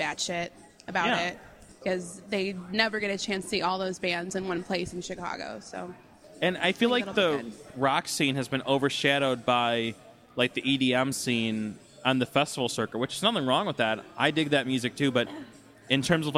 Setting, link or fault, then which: setting, busy venue